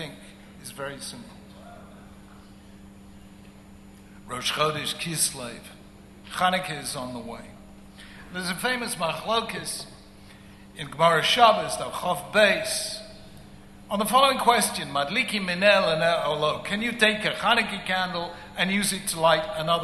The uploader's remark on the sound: At the 2011 International Conference of Chabad Shluchim. Addressed the International Conference of Chabad Shluchim in New York.